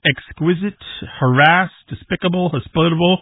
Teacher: But even words like exquisite, harass, despicable, hospitable, they're all moving that pronunciation, that stress in the pronunciation, to the second syllable